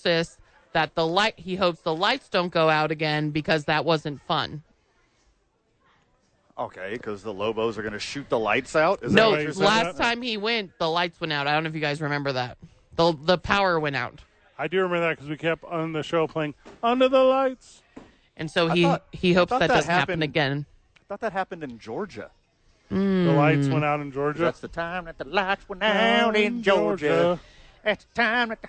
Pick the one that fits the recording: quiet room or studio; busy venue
busy venue